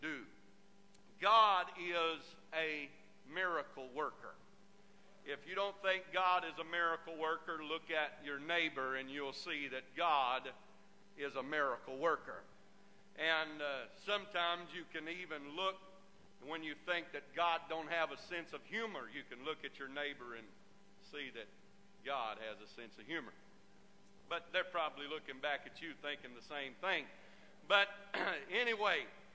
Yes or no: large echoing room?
yes